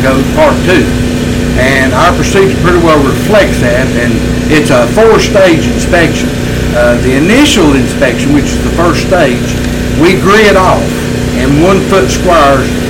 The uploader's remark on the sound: onsite at the SouthEast Old Threshers Reunion in Denton, NC